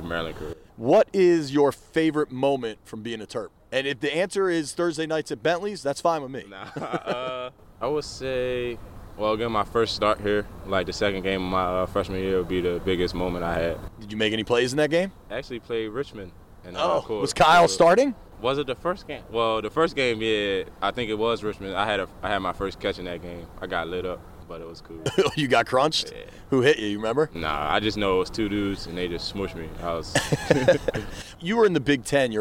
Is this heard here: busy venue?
yes